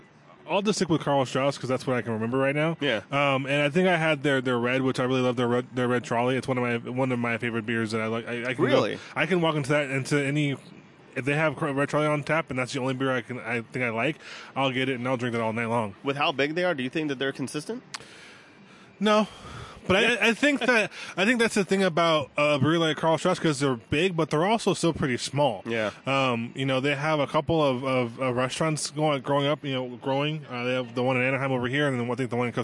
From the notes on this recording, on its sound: live at Backstreet Brewery!